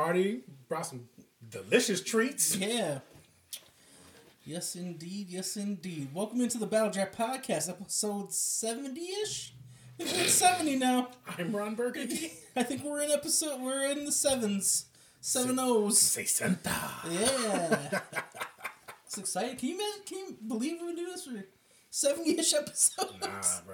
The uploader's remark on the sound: This is kind of a raw cut I edited this and the audio got messed up so instead of re editing I'm just putting it out. All the long pauses and fuck ups.